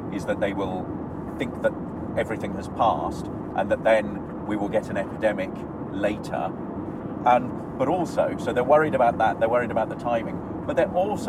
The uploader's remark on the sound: Impromptu brain explosion recorded in the car! (so apologies for not ideal sound quality).